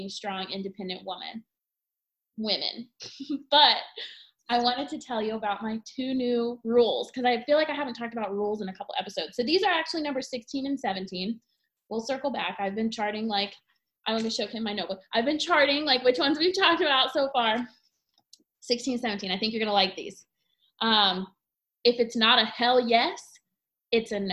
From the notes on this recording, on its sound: Our first Zoom recording episode!